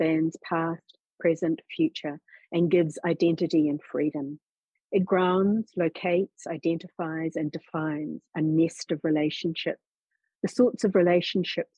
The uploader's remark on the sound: This event was held via Zoom.